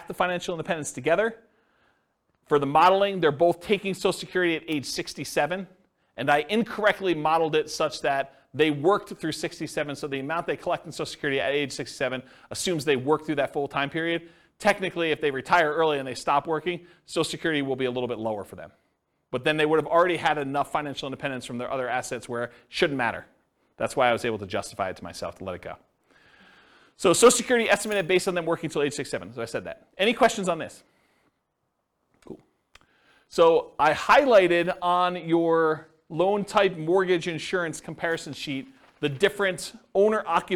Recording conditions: live audience